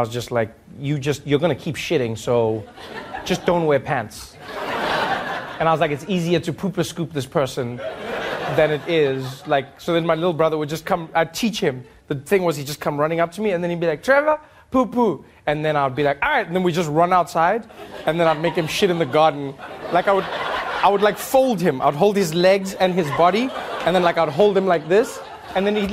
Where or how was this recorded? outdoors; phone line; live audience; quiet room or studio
live audience